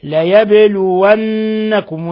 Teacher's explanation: النون مشددة غن مقدار حركتين، حرف غن مشدد